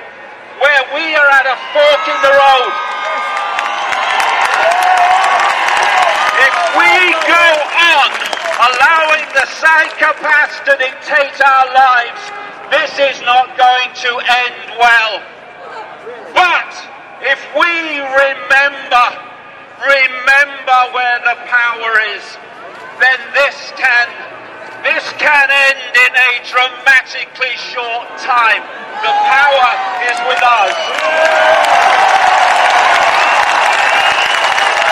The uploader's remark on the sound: Live From Trafalgar Square, London: Unite For Freedom Mass Protest & March